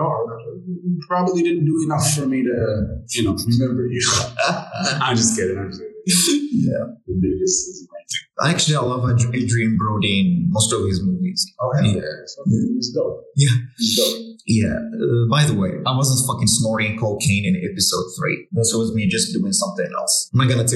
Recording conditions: poor sound quality